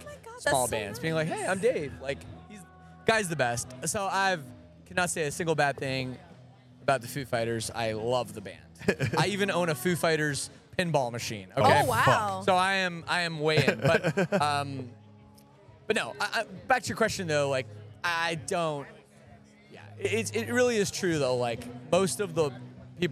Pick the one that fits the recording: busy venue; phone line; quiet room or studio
busy venue